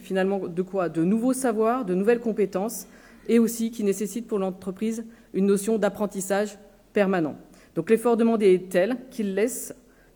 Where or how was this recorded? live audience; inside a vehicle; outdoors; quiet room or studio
live audience